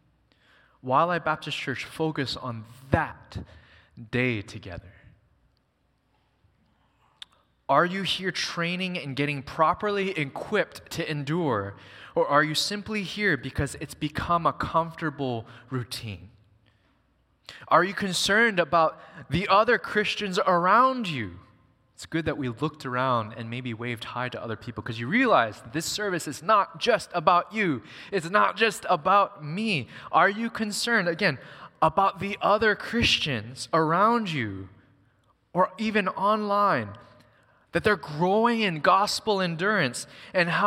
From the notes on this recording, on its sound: Recorded on September 3, 2023 at Waialae Baptist Church.